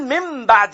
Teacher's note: انا كده قلبت النون الى ميم بس على فكره الميم دي مخفاه مخفاه فبقول شايفين حصل ايه في الميم الثانيه ما بقتش ظاهره